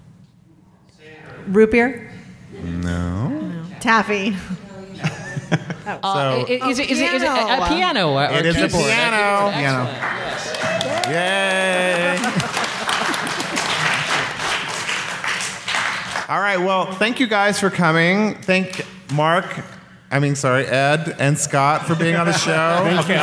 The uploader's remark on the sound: This week’s episode was recorded live in front of a studio audience in Las Vegas at Pride48.